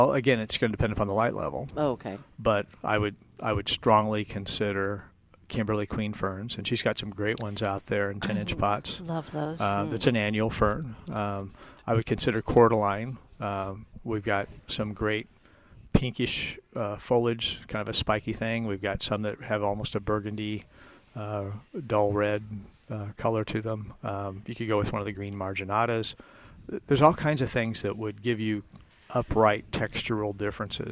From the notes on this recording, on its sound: Every Saturday live from Prairie Gardens.